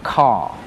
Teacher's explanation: W Anglii rzeczywiście oni zmiękczają tą końcówkę i tak nie wymawiają to ry i wtedy mówią car.